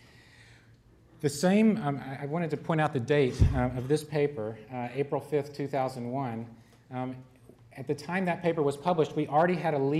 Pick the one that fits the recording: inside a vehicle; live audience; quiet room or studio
live audience